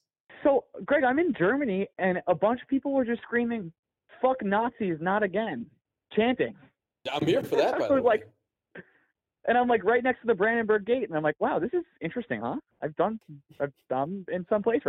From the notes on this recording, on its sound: Sorry for the call in episode two weeks in a row.